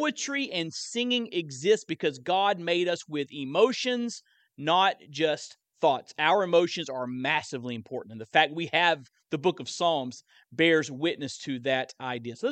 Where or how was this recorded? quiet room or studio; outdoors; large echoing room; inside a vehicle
large echoing room